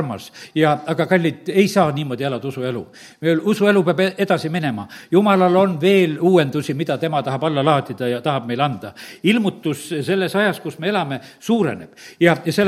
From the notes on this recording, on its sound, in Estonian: Audio salvestus koosolekult